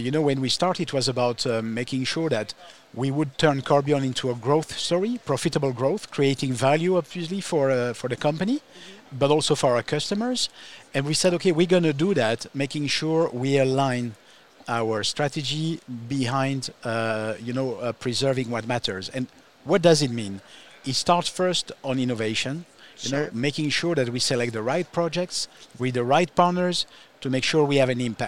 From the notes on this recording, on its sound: live from IBIE.